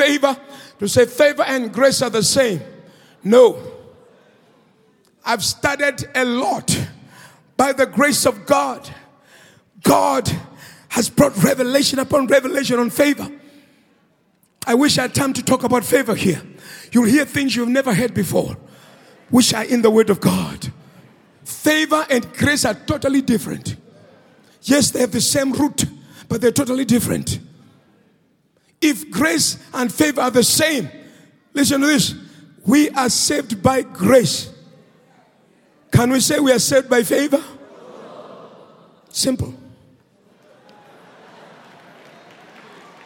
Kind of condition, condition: setting, large echoing room